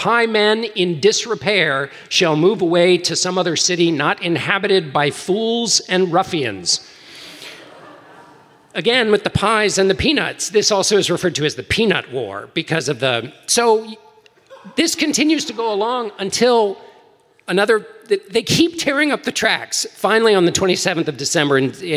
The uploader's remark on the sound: Live in Washington D.C. Live and on stage.